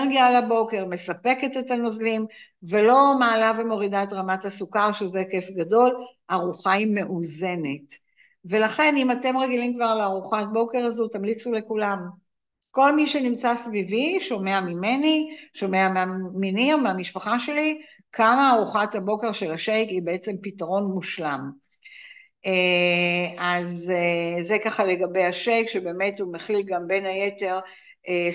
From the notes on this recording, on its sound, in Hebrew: הקלטה של הרצאת זום